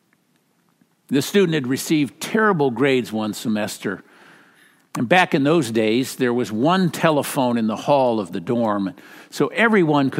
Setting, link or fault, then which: setting, large echoing room